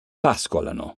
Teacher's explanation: L'accento tonico cade sulla quart'ultima sillaba · Term: Parole bisdrucciole